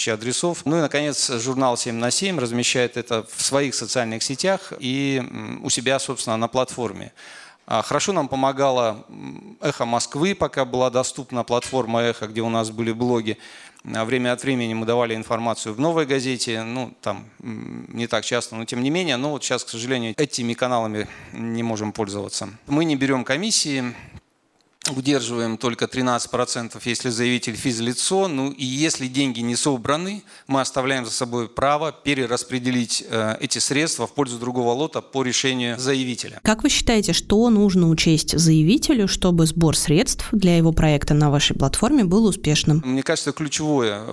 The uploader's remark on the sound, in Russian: Этот подкаст мы записали на конференции по социальной журналистике «Медиа/НКО}профи», которая прошла в Благосфере 27 октября 2022 года.